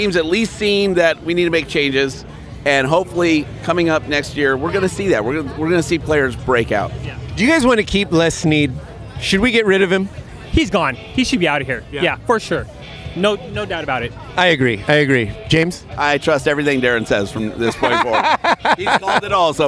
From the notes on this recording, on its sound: The Rams were home in their season finale so that means the guys were on the South Lawn before the game to record the show from the tailgate!